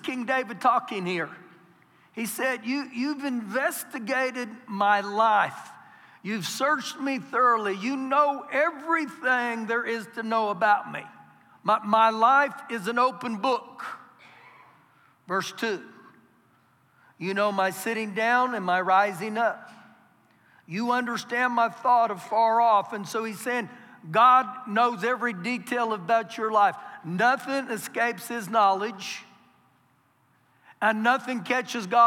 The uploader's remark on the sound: Recorded live during our Sunday morning service